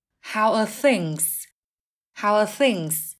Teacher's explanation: Khi nói nhanh, are thường đọc dạng âm nhẹ âm yếu là er.